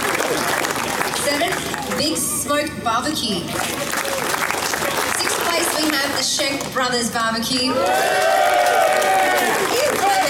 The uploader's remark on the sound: This episode was recorded at the Fabulous Burleigh BBQ Championships, the jewel in the crown of competition BBQ in Queensland.